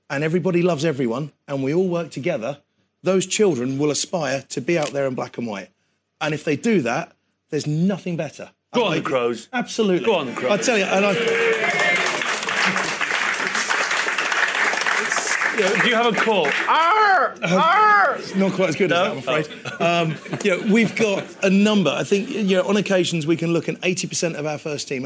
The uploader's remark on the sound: Full Contact went on tour to Royston Rugby Club to celebrate grassroots rugby.